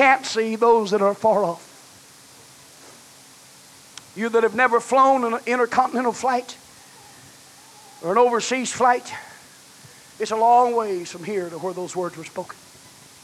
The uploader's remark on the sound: was preached at First Apostolic Church in North Vernon, Indiana, November of 1989.